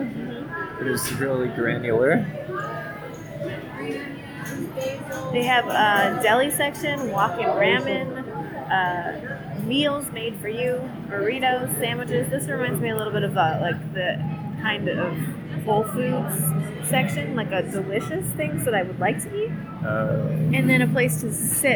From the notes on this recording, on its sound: Two humans in love decide to do their first podcast at the New Seasons Market GRAND OPENING in Ballard, Seattle, Washington, USA.